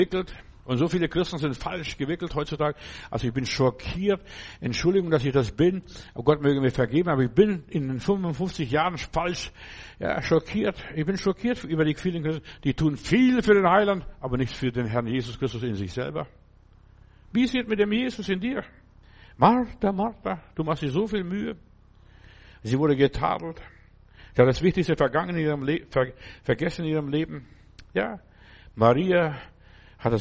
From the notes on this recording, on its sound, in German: im Gemeinde-Zentrum in Berlin aufgenommen